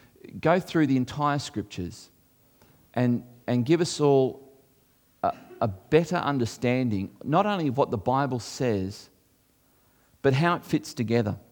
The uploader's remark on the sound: This was recorded before a live audience